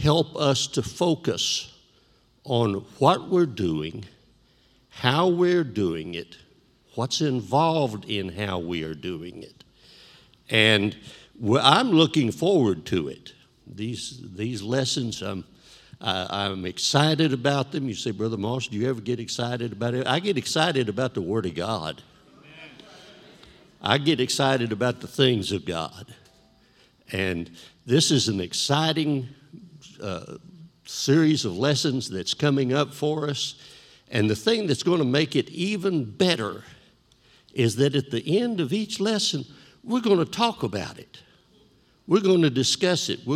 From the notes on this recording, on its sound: This JAT was recorded live on Sunday, September 26th, 2021 at Newark UPC.